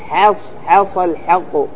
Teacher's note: أمر الناظم بترقيق الحاء في حص حص في قوله تعالى الآن حص حص الحق، وذلك لمجاورة الصاد المستعلية، هكذا عندكم الصاد المستعلية، وكذلك كلمة الحق ترقق فيها الحاء لمجاورة حرف الاستعلاء القاف.